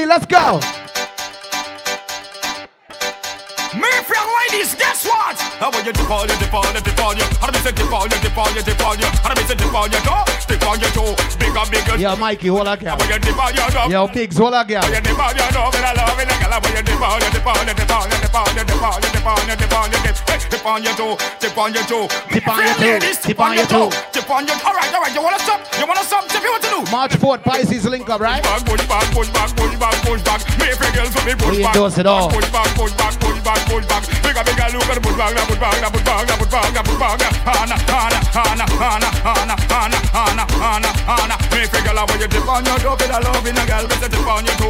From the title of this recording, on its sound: club settingz